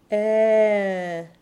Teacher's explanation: Start from eh and add the nasal quality vin. Then start again from eh and round the lips for the mixed vowel coeur, vin coeur. · Term: open E nasal